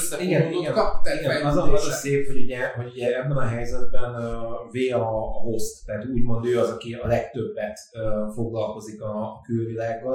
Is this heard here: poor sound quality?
yes